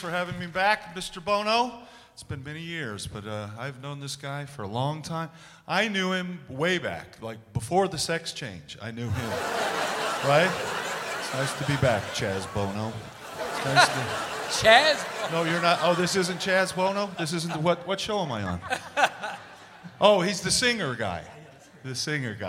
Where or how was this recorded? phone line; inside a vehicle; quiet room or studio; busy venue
busy venue